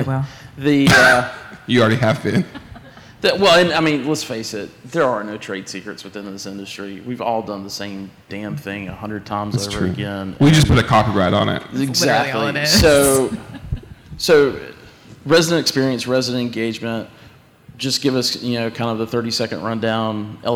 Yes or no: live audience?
yes